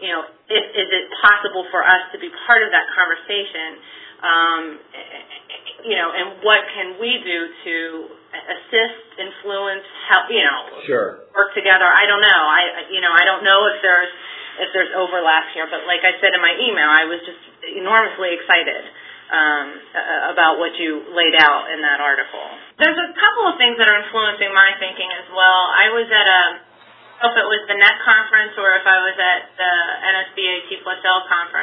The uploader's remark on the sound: A conference call.